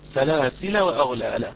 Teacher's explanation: إذا عند وصل سلاسل بما بعدها تسقط الألف